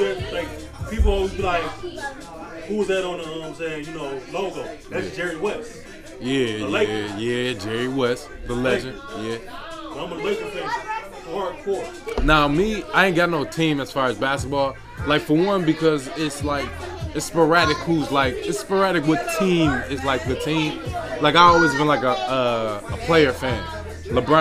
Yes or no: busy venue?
yes